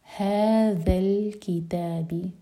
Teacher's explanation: ذال کے لیے ہماری زبان ہمیشہ اوپر والے دانت کو ٹچ کرے گی اور تھوڑی سی ٹپ باہر ہوگی. هذا الكتاب، لام ساکن پر جھٹکا نہ ہو.